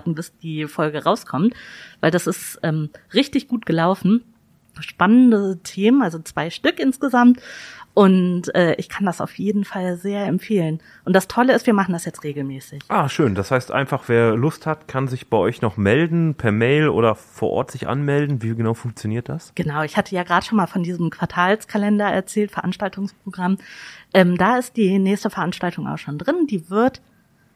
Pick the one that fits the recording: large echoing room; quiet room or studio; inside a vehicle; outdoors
quiet room or studio